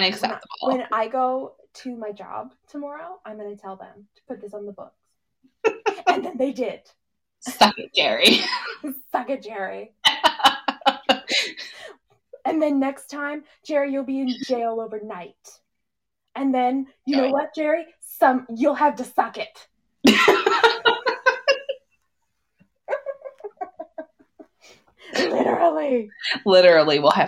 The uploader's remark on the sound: we’re aware that the audio is a bit off as we were figuring things out